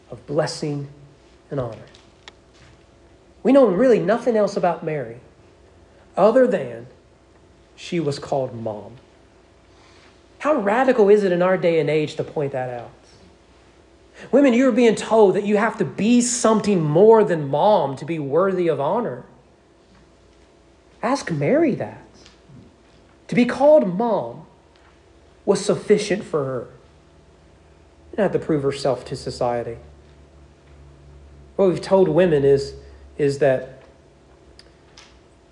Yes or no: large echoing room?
yes